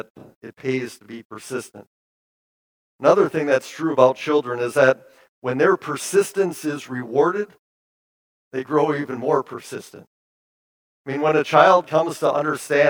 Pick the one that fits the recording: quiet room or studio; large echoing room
large echoing room